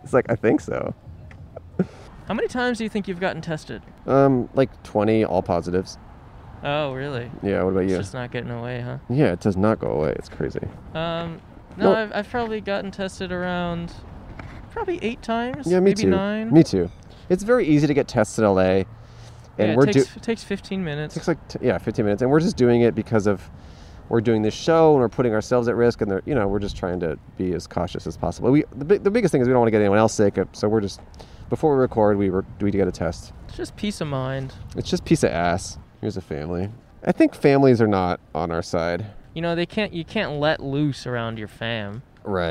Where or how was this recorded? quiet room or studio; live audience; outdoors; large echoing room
outdoors